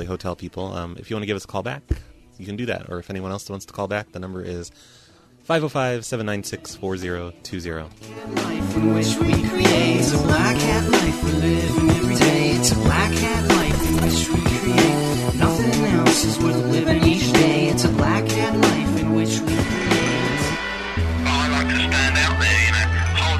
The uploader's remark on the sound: Prank Phone Calls.